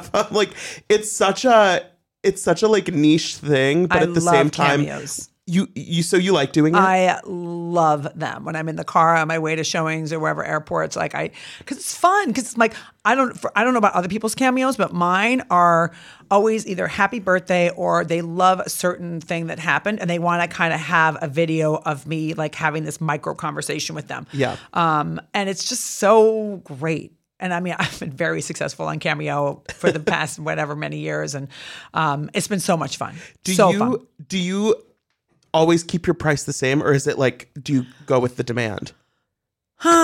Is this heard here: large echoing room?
no